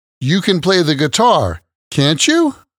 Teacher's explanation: you just want to check to see if the information that you have is true or not, you can use a tag question like this with rising intonation